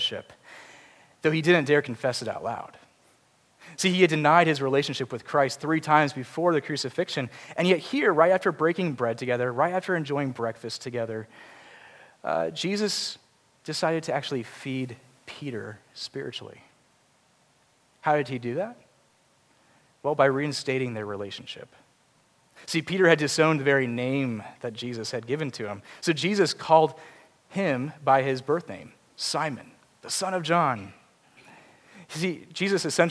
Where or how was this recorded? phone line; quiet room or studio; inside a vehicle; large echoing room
large echoing room